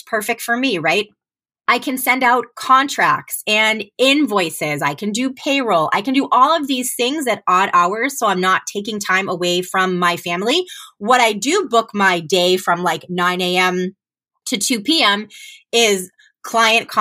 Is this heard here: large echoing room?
no